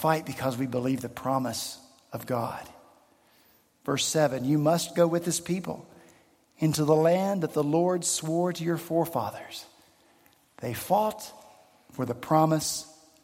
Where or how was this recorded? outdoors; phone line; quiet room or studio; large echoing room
large echoing room